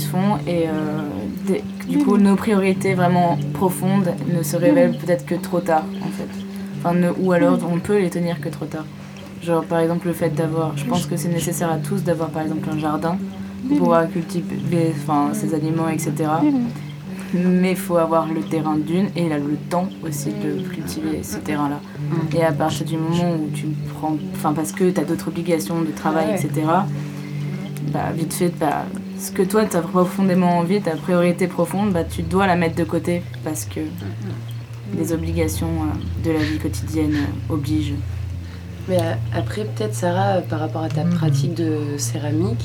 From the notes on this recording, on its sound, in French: en direct de la Cave40 à Bourges, sur rAAdio cAArgo